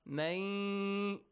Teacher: Merge the sounds, yes. Noon is merged into Ya and it changes to Ya sound. · Term: Idgham